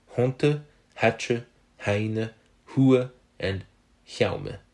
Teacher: And they came into French during the Gallo-Roman period, and they became haunita, hapja, hatina, hawa, and helmum. At the time of the narrative, so the 11th century, the H was probably still pronounced, and those words would have possibly been something like honte, hatche, haine, hua, and hiaume.